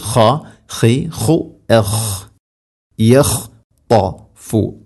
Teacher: ഖ തൊണ്ടയുടെ മുഗൾ ഭാഗമാണ് മഖ്റജ്.